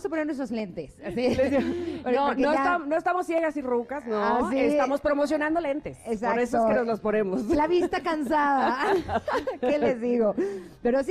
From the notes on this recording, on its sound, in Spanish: Celebramos juntos con nuestros conecters el tercer aniversario del programa, completamente en vivo desde el salón La Maraka.